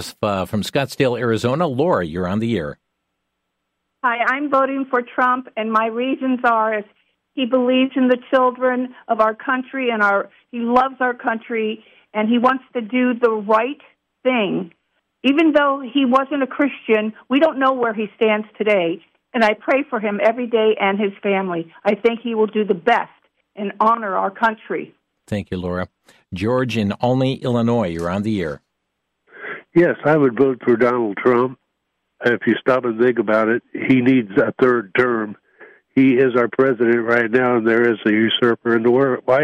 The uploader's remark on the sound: opened the phone lines to allow listeners from across the nation